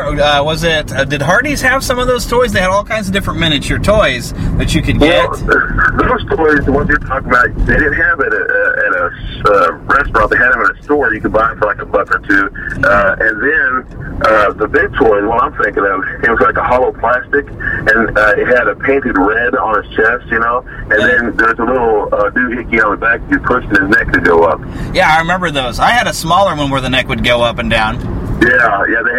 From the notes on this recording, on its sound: recording the whole show from my car!